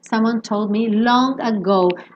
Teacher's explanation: E aqui no caso, naturalmente, a gente tem depois do told um me, que fecha lábio, lábio com lábio. Então, aí mesmo que esse D não vai aparecer, porque do told me eu já estava fechando a boca para o me, e aí o D sumiu.